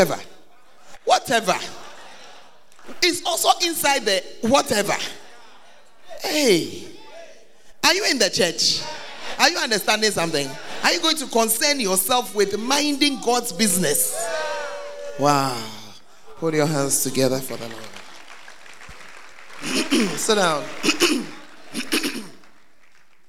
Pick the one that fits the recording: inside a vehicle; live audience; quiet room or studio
live audience